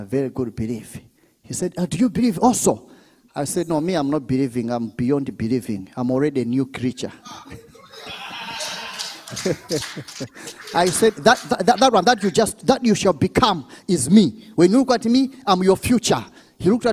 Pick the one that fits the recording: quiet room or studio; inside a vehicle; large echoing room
large echoing room